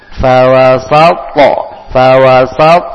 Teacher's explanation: Sanya huruf tipis, jangan fawasat sehingga sinnya jadi tebal, tipis dengan senyum